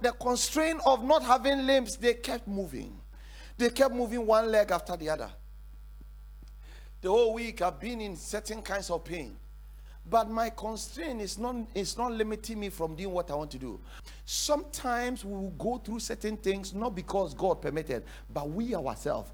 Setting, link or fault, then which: setting, large echoing room